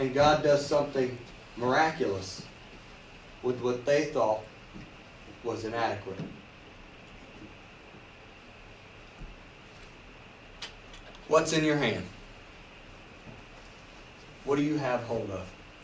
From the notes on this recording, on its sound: You are listening to a service recording from United Pentecostal Church.